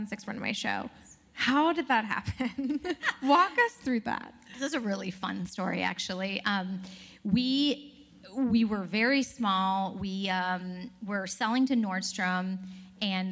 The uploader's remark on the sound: Live from the WorkParty Tour